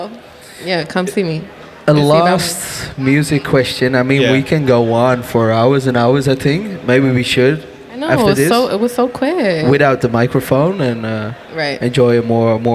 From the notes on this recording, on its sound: during the Echobox live radio broadcast at Dekmantel Festival 2022